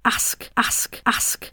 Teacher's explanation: ask becomes a short, sharp ah sound